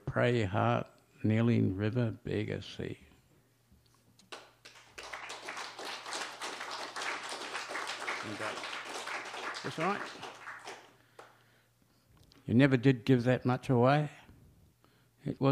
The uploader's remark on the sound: Recorded live at the Dan O’Connell!